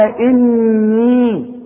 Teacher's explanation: قال، خدناها علشان اللام دائما، بس بذكرك بيها لازم ترقق. قال اني، اني بغن النون حركتين وبمد الياء حركتين عند الوقف